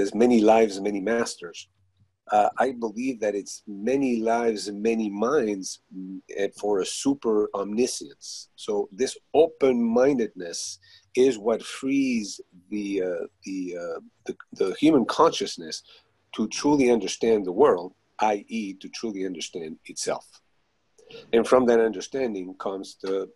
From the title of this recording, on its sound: Zoom meeting